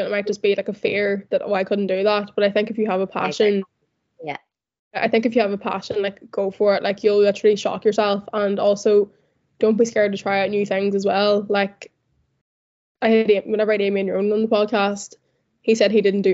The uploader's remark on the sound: Apologies if the audio is a bit rocky- the Zoom audio is not it.